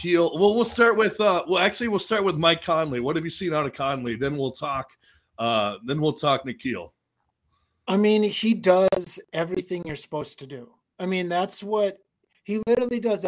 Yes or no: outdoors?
no